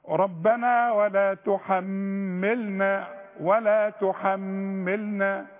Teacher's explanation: الميم اللي عليها الشدة هي التي تغن مع النون. النون اللي عليها الشدة والميم اللي عليها الشدة.